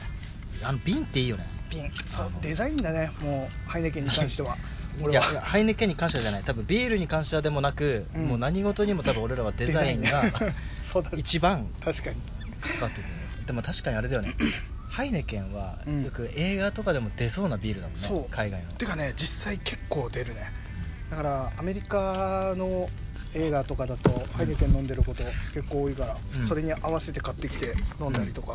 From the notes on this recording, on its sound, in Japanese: 今回は念願のBBQをしながらの収録です！屋外で食べながら話しているので、雑音等々お聞き苦しいかとは思いますが、鳥の声、風の音などと一緒に、普段とは違った環境での話をお楽しみいただければと思います。